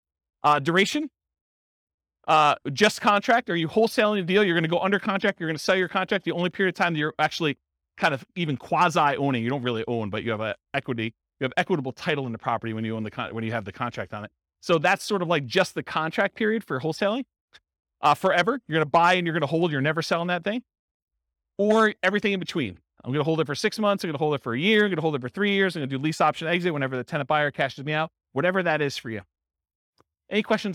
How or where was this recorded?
live audience